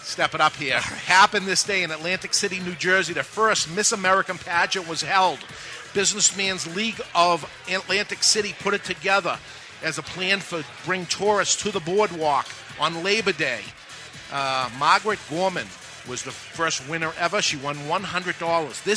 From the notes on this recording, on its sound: We're live at the Rocky Mountain Cigar Festival 2013.